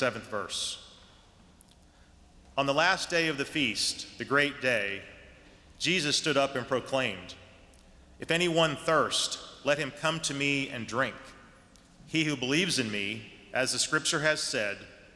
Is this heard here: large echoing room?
yes